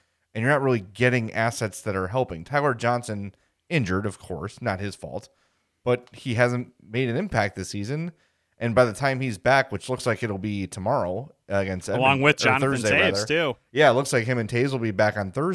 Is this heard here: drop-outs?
no